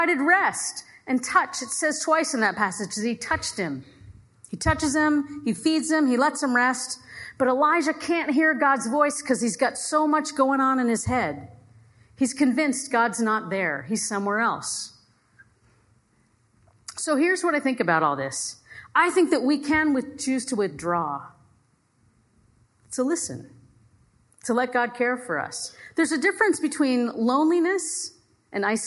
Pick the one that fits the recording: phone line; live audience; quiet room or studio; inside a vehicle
live audience